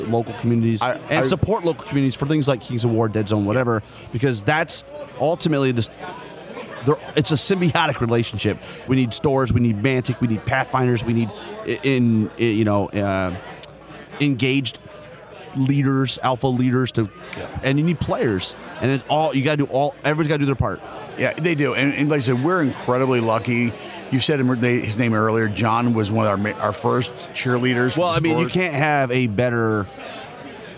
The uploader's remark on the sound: Continues our on-site Adepticon coverage with recordings from Friday March 24, 2023. Today we bring you more fantastic player interviews.